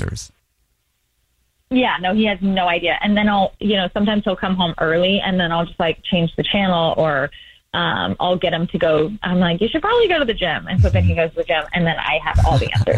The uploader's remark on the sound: There is a woman on the phone.